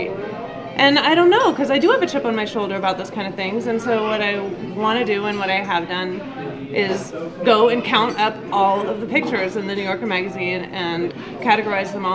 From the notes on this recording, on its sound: Were in town to jury the Vox Populi annual in July, 2018. The episode was recorded in July, 2018 at Vietnam Restaurant.